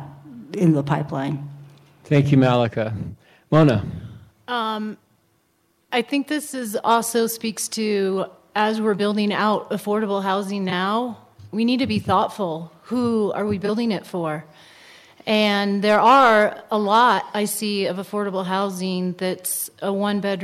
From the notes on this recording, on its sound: broadcast live at the Center for the Arts Crested butte